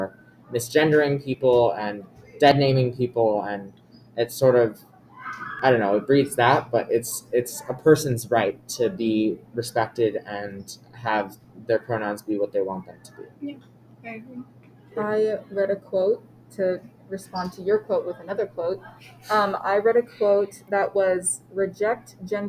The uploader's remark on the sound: we were at school so there's quite a bit of background noise